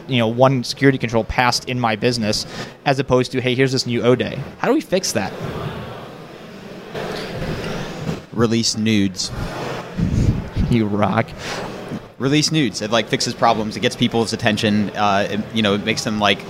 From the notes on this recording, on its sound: Backstage at THOTCON 0x3. I was listening to some of the conversations and talks being given at Chicago's very own THOTCON 0x3.